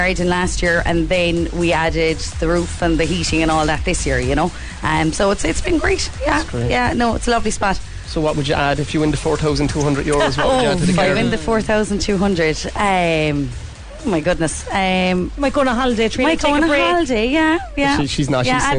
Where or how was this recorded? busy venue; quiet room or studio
busy venue